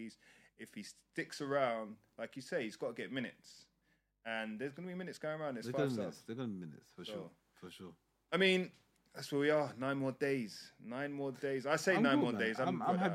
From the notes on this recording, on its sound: Apologies for the sound quality after the intro, just turn us up a little